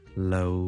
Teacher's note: 将成个字拉慢少少咁读，听住 loaner,尤其是个 n 帮我拉长啲